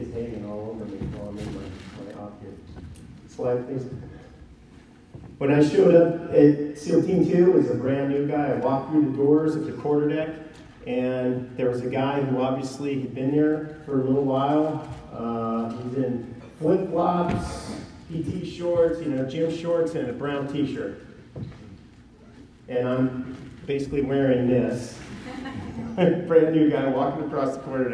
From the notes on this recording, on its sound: Given at NCYC, Indianapolis,.